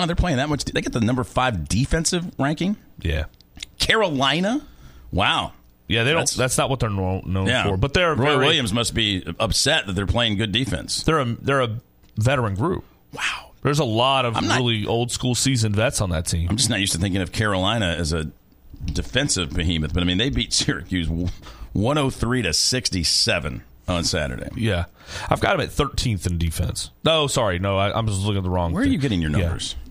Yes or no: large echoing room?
no